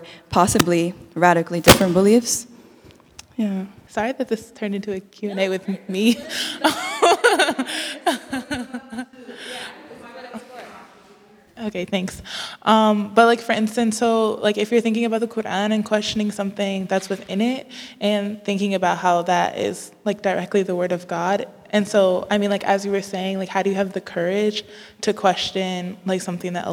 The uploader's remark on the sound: Answers questions from the congregation and facilitates discussion.